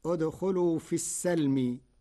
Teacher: قرأ ورش كلمة السلم بفتح السين